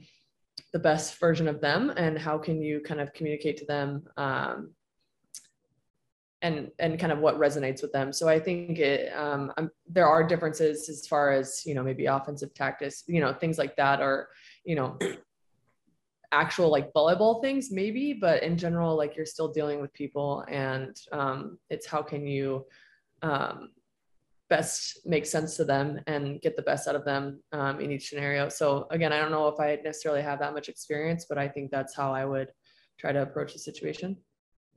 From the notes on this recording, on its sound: Recorded mid-July, I wanted to virtually sit down